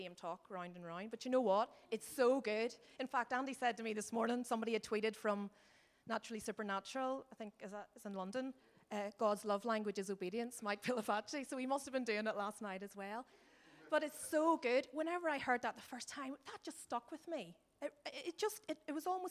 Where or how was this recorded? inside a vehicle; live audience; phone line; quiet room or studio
live audience